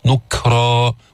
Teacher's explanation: جيب الشدة في الكاف بعدين الهمس